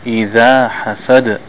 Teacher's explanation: make the ذال from between the front teeth